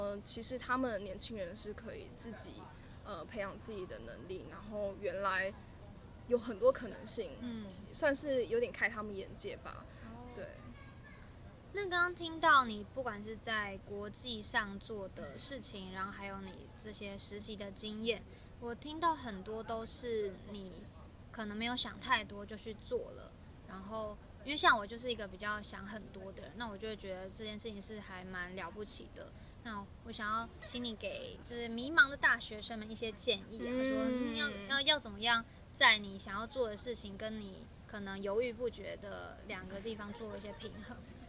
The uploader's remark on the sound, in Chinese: 不得已在戶外錄音，聲音品質請大家包涵ＱＱ